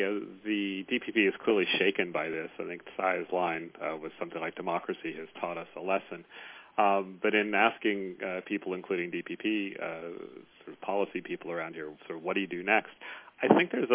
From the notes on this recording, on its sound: The National Committee convened a teleconference call on November 30. Called in from Taipei.